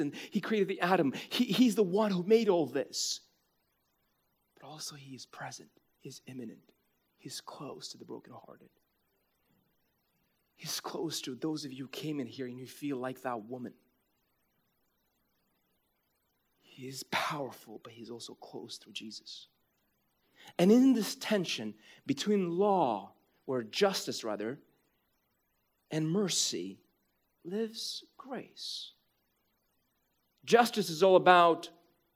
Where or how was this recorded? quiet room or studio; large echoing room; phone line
large echoing room